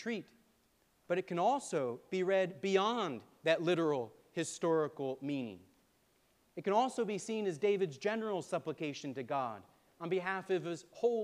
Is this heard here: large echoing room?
yes